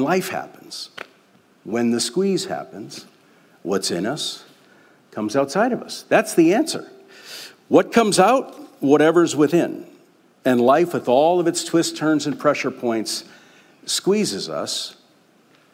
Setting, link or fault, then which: setting, live audience